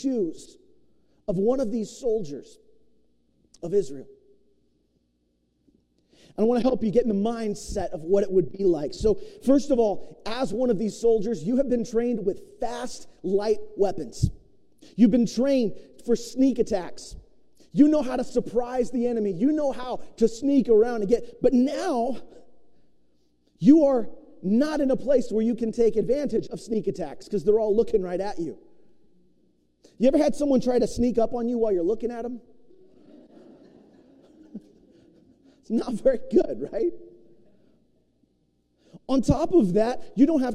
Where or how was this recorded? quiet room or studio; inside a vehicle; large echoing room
large echoing room